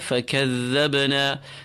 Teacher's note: فَكَذَّبْنَا. The ba with sukoon is jerked. It's a letter of qalqala.